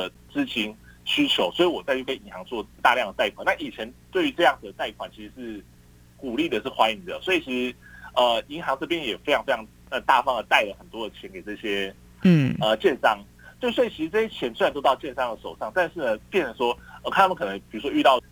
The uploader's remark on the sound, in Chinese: 連線訪問中央社駐上海記者